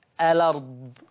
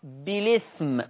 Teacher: قرأ ورش بالنقل في الألفاظ الآتية، قرأ ورش بالنقل في الألفاظ الآتية، الأرض تقرأ الأرض في الآية 205، بالإثم تقرأ بالإثم، نقل بشيل الهمزة وانقل الحركة إلى الساكن قبلها